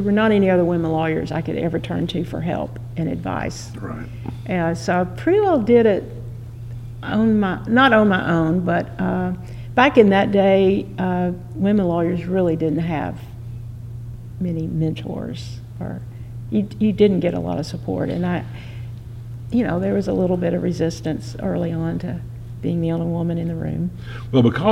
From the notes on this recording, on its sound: Recorded in the historic courtroom at the Tennessee Supreme Court in Knoxville, TN.